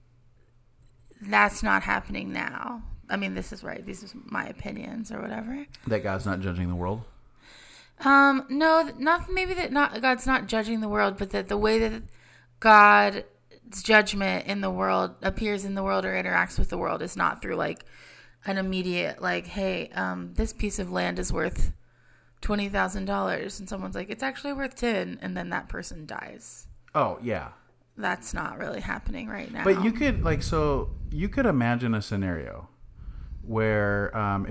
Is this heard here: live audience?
no